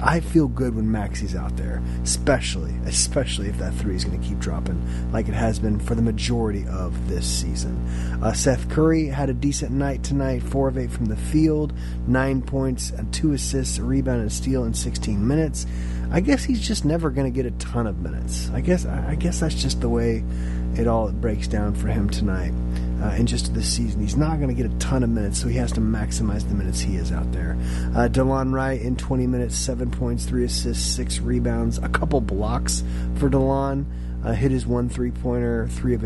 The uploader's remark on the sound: apologies for the background "hum"